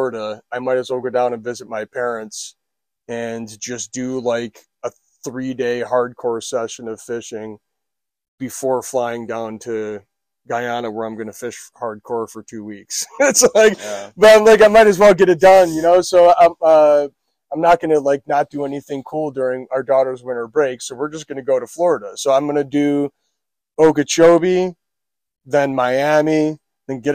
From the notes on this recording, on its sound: They recorded from the road while recon’ing the fishery to provide a report of current conditions.